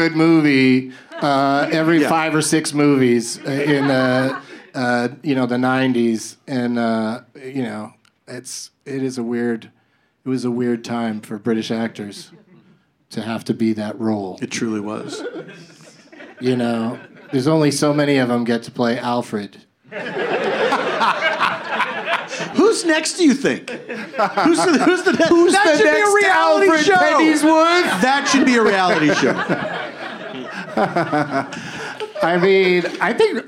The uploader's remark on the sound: Live from the Dynasty Typewriter